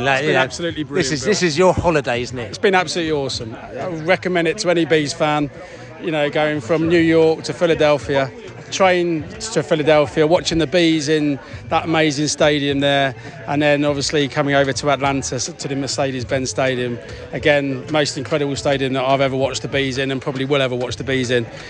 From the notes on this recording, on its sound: Brentford US Tour Day 6 - Bees at the Washington Pool Party. The Bees fans have got their speedos on and have converged around a pool in Washington for an evening. We spoke to the fans to get their view on the US tour so far.